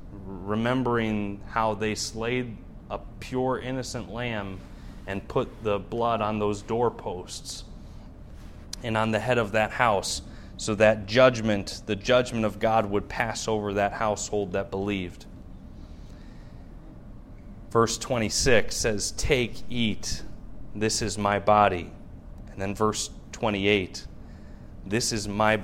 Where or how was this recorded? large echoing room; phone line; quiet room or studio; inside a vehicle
large echoing room